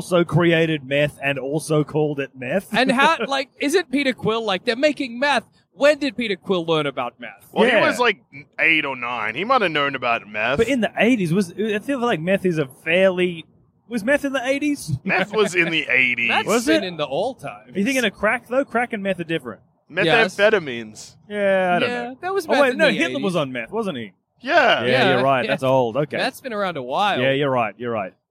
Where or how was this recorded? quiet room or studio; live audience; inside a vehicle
inside a vehicle